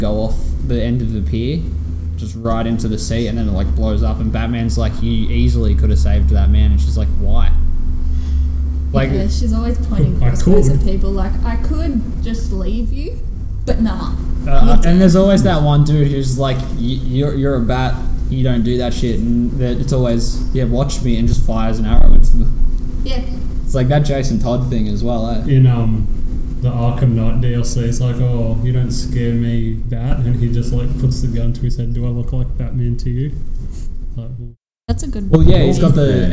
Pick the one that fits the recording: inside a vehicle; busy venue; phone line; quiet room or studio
busy venue